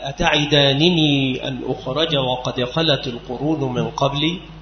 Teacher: هي نون تتوسط بين ياء المتكلم والفعل لتقي الفعل من الكسر، في قوله تعالى أتعدانني أن أخرج وقد خلت القرون من قبلي، فبقاء النونين على أصلهما وينطق بهما معا